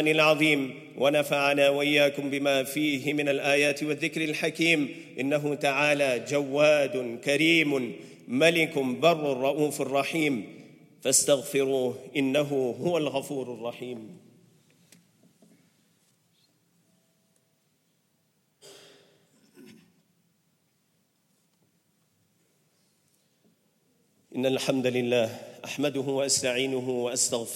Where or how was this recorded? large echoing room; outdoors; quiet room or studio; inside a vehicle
large echoing room